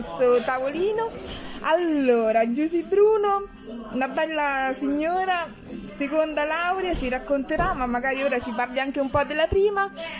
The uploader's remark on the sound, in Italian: Nonostante i rumori di sottofondo